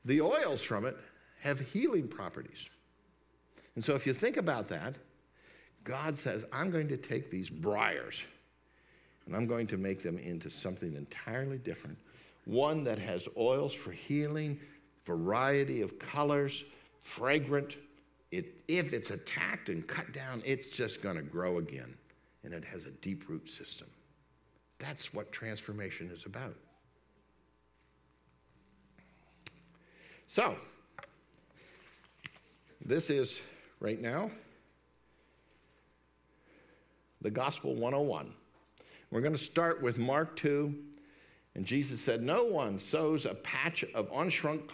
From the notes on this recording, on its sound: This message is part of a series at Word of Grace Fellowship. We’re located at 603 S 5th St, Indiana, PA.